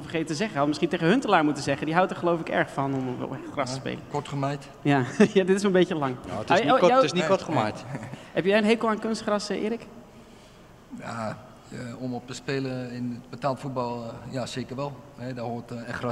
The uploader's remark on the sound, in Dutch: Een Ajax Podcast met publiek! Op het Kick-off event voor de Ajax business relations stond onze studio in een hele ongebruikelijke setting, op een podium met meer dan 600 Ajacieden in het publiek.